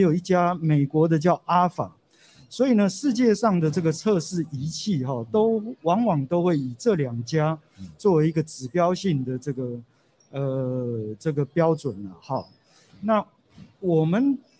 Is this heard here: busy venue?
yes